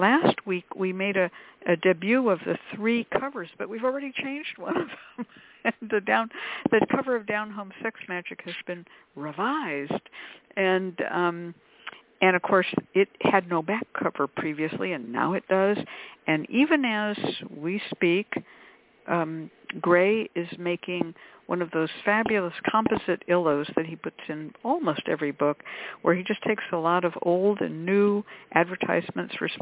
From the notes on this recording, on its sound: The Lucky Mojo Hoodoo Rootwork Hour is a real, live call-in show where the general public gets a chance to ask about actual problems. Discussion Panel.